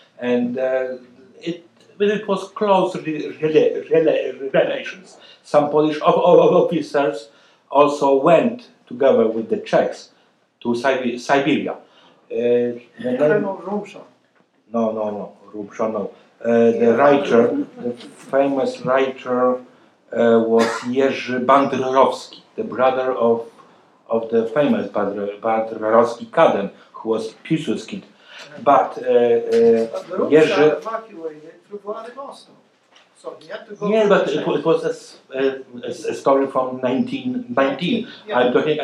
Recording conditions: large echoing room